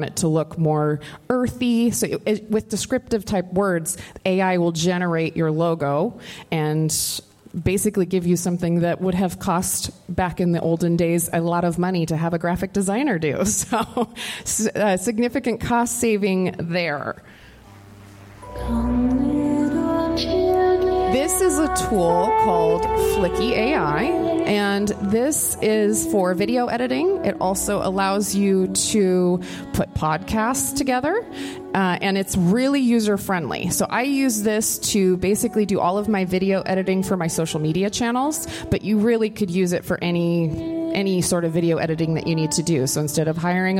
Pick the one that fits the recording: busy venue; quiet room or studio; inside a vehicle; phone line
busy venue